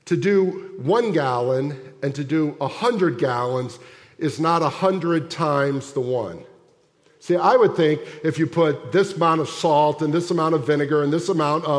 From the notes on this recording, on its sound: at the December 24, 2023 Sunday morning services of Boca Raton Community Church in Boca Raton, Florida